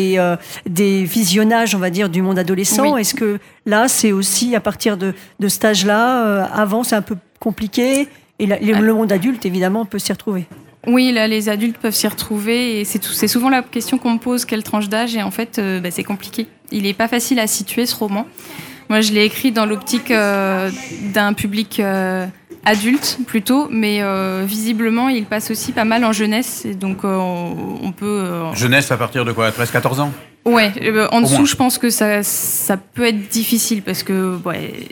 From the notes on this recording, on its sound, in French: En direct du salon du livre dimanche 2 octobre 2022. Faites Lire 2022. Était sur les radios de la FRAMA en direct du salon du livre.